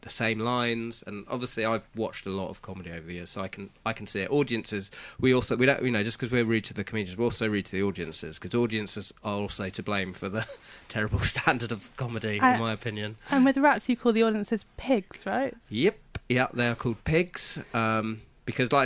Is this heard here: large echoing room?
no